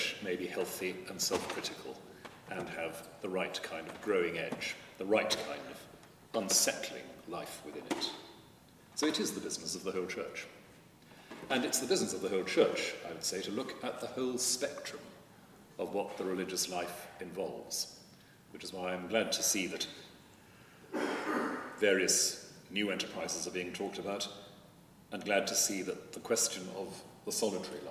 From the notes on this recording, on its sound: At a recent gathering at Lambeth Palace. This podcast was recorded at a gathering to promote the work of the Anglican Religious Communities Charitable Trust.